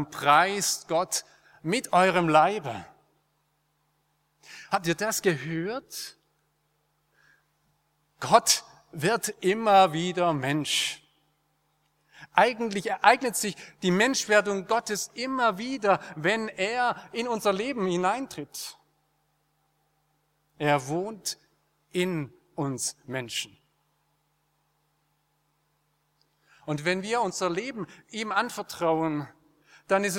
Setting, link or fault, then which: setting, large echoing room